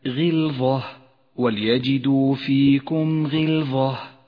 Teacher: اقرأ كلمة غلظة وليجدوا فيكم غلظة، ولاحظ الغين المكسورة، صحيح أنها حرف استعلاء ولكنها تفخم في هذا الموضع بأدنى مراتب التفخيم لأنها مكسورة